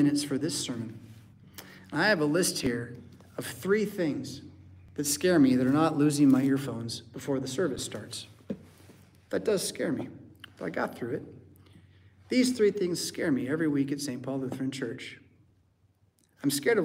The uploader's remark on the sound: Preached at St Paul Lutheran Church , Rockford, Illinois on February 4th, 2024.